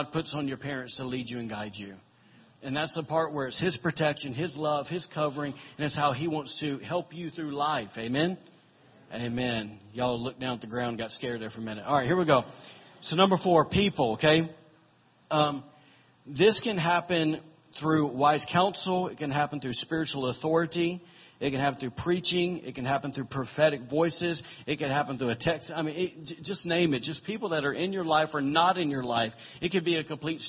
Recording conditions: large echoing room